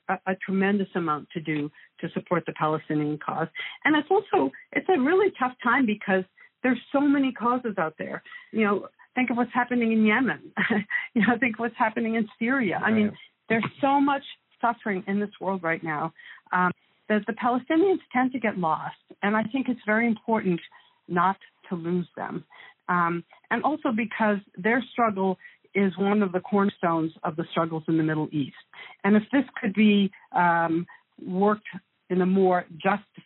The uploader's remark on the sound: Please pardon the audio quality, this interview took place by phone.